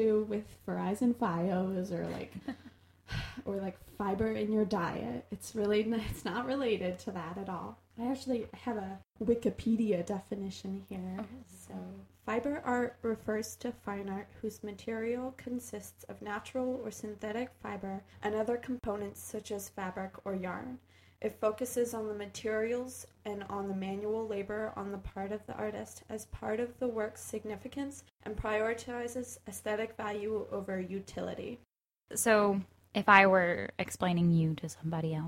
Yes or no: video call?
no